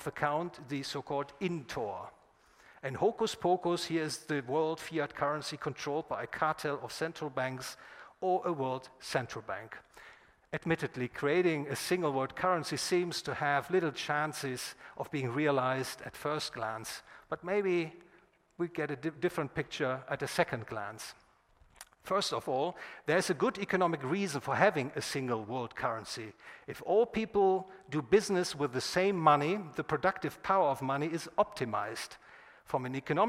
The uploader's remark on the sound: recorded at the Property and Freedom Society in Bodrum, Turkey, 16 – 21 September 2021